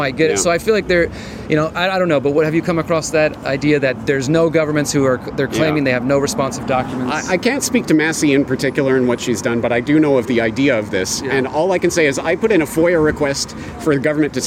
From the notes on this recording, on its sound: At the 2nd Better Way Conference in Bath, UK